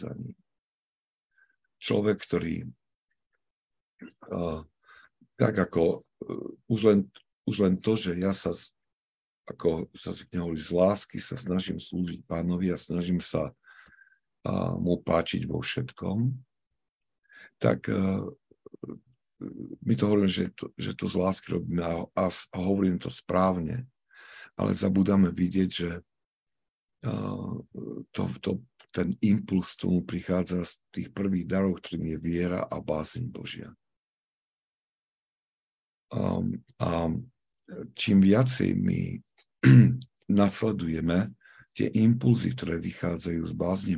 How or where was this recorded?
video call